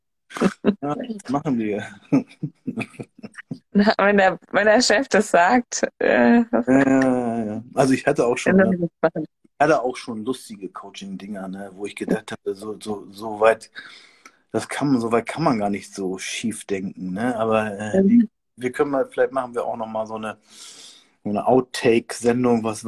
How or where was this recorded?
video call